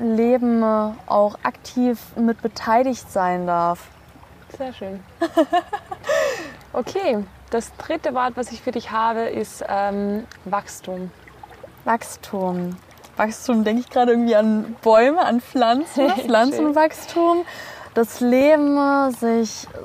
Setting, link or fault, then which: setting, outdoors